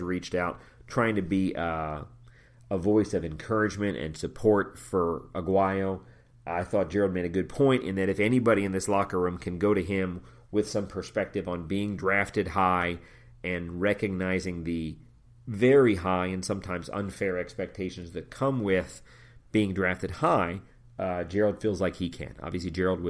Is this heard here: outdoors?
no